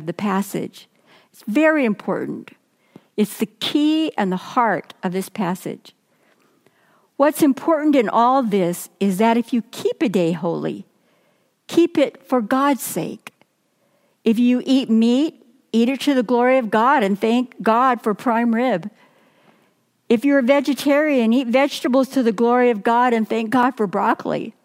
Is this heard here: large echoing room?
yes